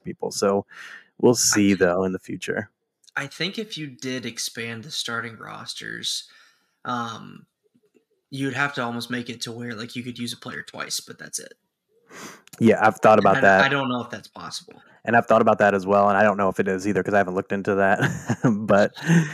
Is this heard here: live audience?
no